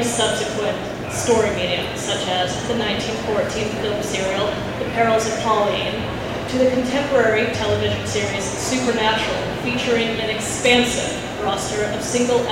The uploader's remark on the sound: In this panel we got at Harrisburg Comic And Pop Con.